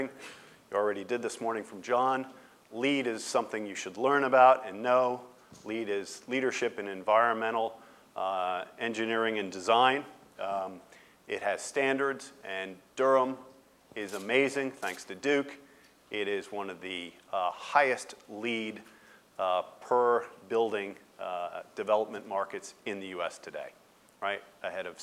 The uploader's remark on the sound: Day in Durham 2007 Keynote Address